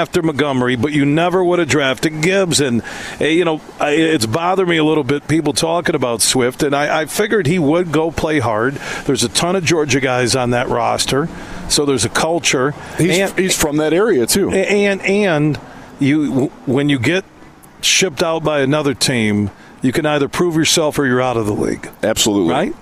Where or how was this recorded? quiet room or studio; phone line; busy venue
busy venue